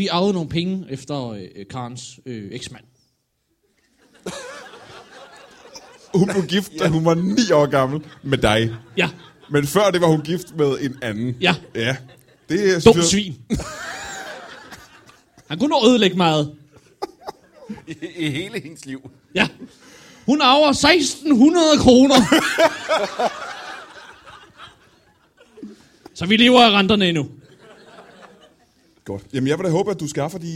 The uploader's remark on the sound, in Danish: LIVE fra Holbæk